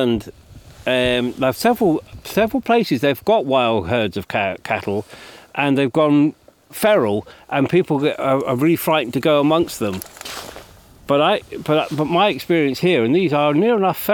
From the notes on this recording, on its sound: Out and about in one of Scotland's wildest regions. In this episode, we delve deeper into the West Highland Peninsulas for a chilly splash in Loch Sunart and a trip to the uninhabited conservation Isle of Carna.